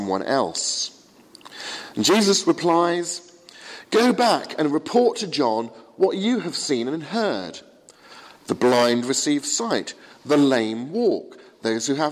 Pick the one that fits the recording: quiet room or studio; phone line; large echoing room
large echoing room